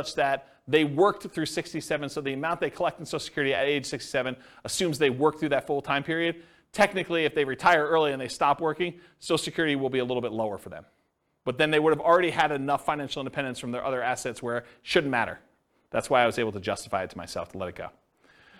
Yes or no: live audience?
yes